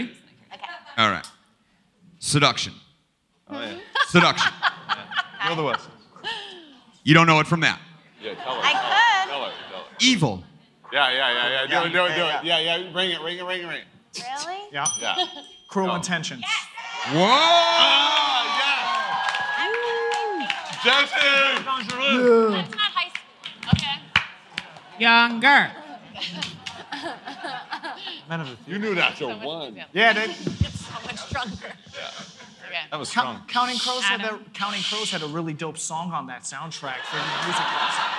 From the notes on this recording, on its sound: Featuring the interviews and panel discussions from the 2016 Vulture Festival. Recorded live at Vulture Festival.